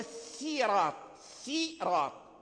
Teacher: لو قلنا قرأنا بالسين فنقول السيرات، سيرات، السين متسفل وهو مرقق